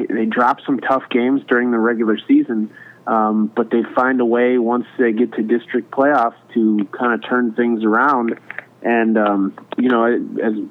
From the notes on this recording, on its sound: He is joined in studio by 7&4 sports caster. Joined via phone. Battled through the flu.